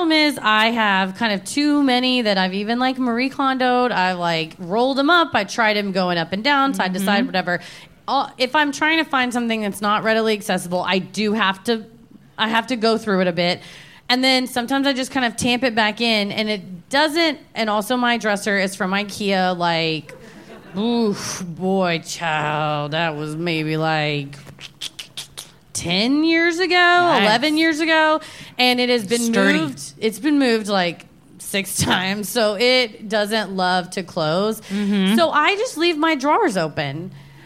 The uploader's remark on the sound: Recorded live at Laugh Boston in Boston, MA.